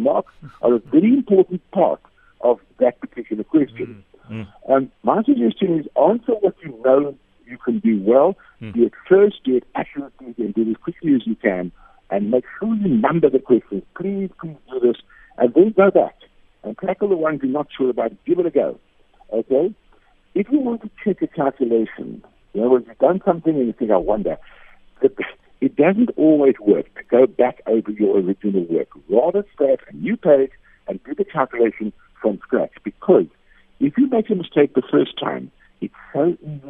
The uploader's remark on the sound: PHONE INTERVIEW